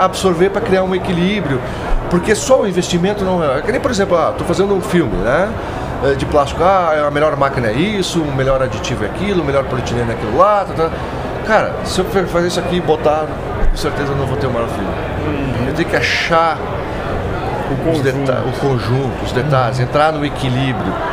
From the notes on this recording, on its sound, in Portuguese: Ao vivo da Hortitec 2023